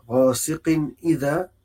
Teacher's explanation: تنوين وبعديه الهمزة آه، يبقى هنا حكم إظهار حلقي